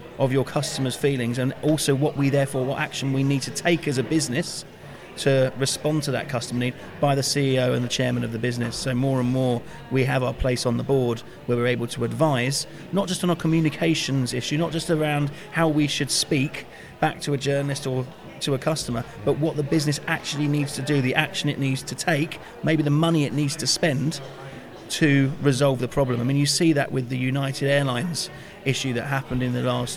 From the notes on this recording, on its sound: The second of two shows recorded at PRWeek's PR360 conference